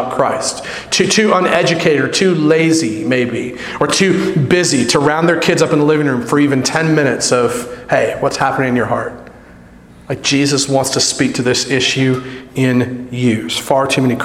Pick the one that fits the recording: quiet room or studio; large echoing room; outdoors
large echoing room